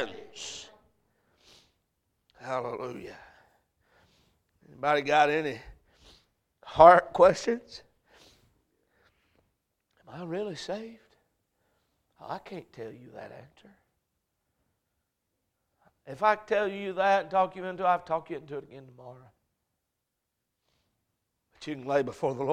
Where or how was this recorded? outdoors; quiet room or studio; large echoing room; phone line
large echoing room